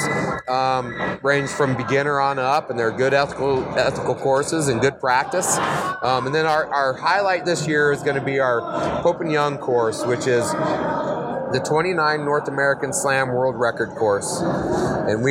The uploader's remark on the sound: Live from The Initial Ascent Mountain Dude table at Hunt Expo 2020. Sit down at the Mountain Dude table and record.